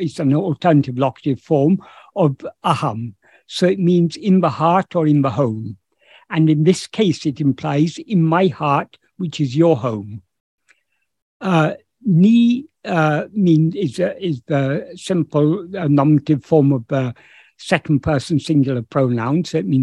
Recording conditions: video call